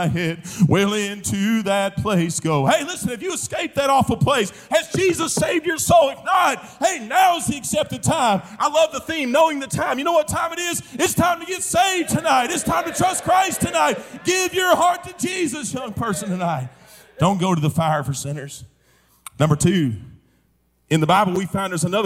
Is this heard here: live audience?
yes